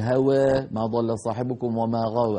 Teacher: الأزرق عن ورش رحمه الله يقلل الألفات التي ذوات الياء فيها إن كانت رأس آية